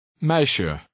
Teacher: The ending SJE has an unstressed SH sound, somewhat like the beginning of the word Shetland.